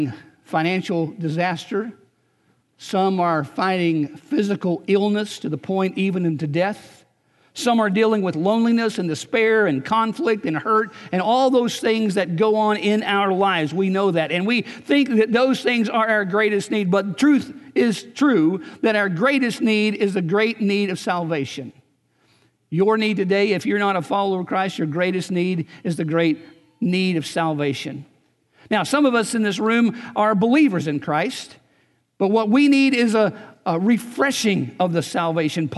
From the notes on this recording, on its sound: Recorded on April 21, 2019 at Graceland Baptist Church in New Albany, Indiana.